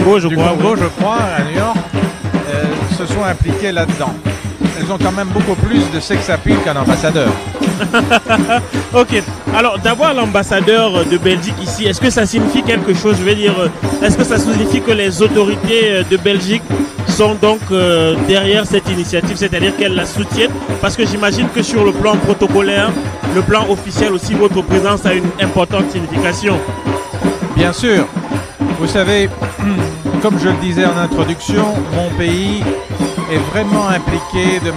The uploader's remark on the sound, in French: En direct de Niagara Falls: Bike for Africa avec Brussels Airlines.